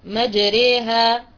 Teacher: ثاني حرف فرعي هي الألف الممالة، الألف التي في كلمة مجريها، وهذا كذلك في رواية حفص، فحفص يميل الألف التي بعد الراء